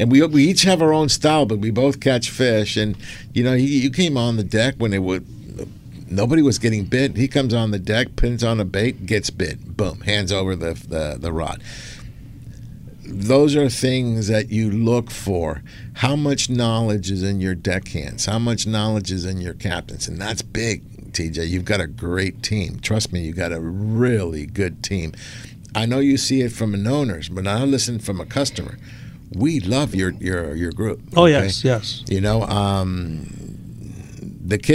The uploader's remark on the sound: "LIVE" from Angel Stadium in Anaheim, CA